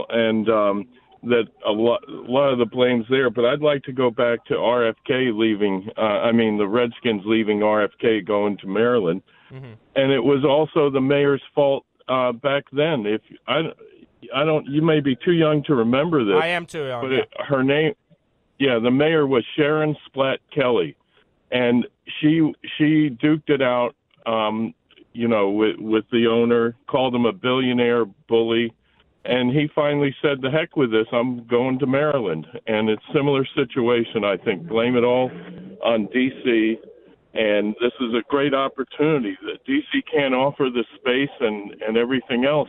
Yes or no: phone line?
yes